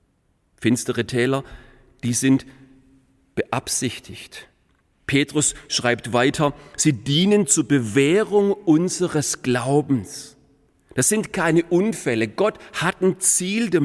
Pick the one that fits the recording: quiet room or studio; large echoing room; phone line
large echoing room